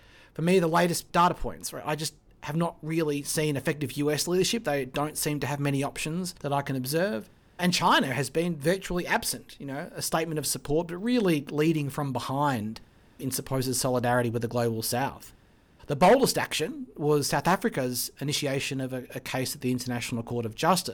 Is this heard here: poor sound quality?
no